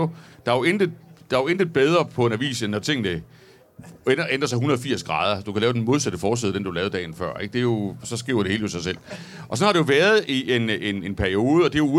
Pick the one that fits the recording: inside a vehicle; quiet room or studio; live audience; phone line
live audience